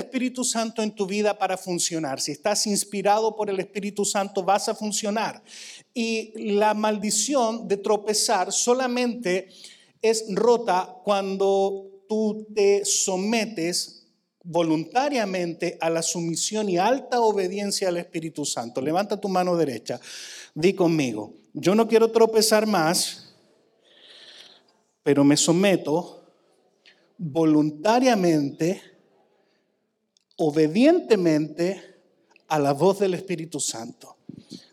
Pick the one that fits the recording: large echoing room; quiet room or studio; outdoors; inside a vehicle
large echoing room